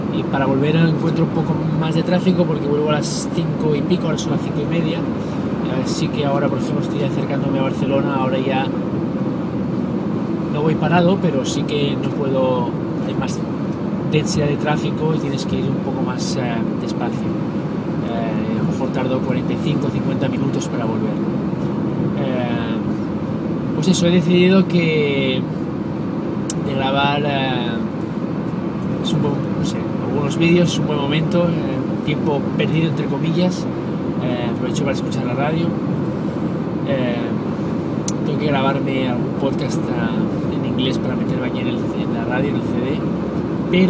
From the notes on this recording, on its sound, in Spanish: Este es la primera lección grabada desde el coche.